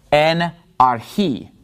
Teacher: So the accent is on the last syllable in this word, arhi.